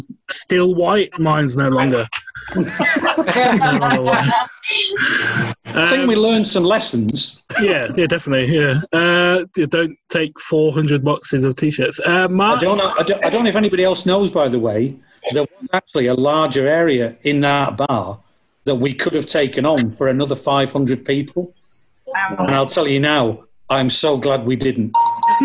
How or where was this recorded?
video call